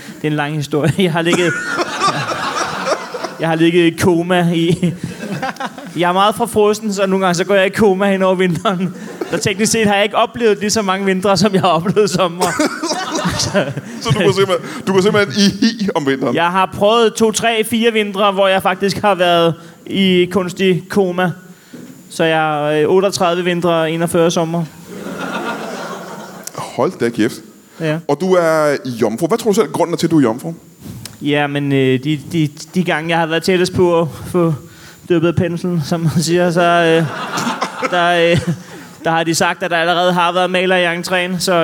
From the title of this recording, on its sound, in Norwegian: LIVE fra Comedy Zoo